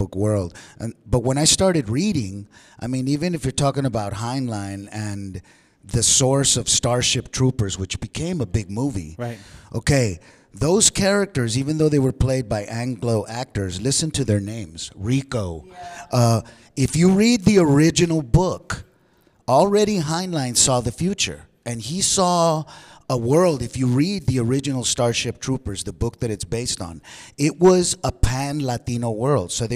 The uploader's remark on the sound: Live from the San Antonio Central Library for the Raza Cosmica Sci-Fi short film series.